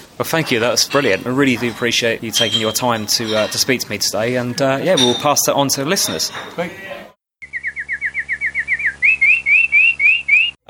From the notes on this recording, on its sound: recording at the graduation of the first cohort of teachers to complete a nationally recognised qualification from the National Centre for Computing Education (NCCE)